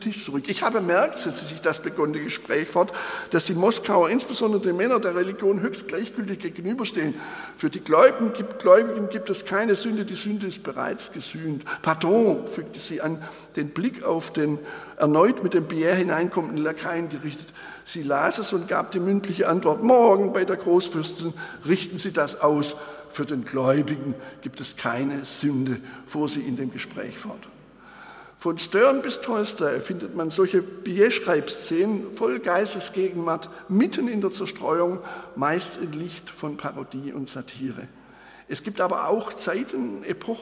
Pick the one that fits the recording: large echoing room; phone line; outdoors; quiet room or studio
large echoing room